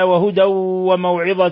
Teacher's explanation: تنوين فتح جاء بعده الواو الحكم التجويد إضغام بغنة